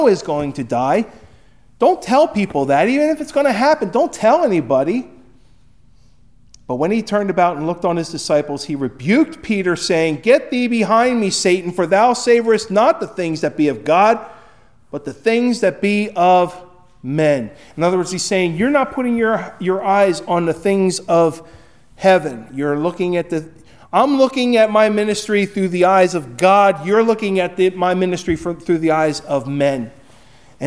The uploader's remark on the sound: Recorded at Hudson UMC on February 11, 2024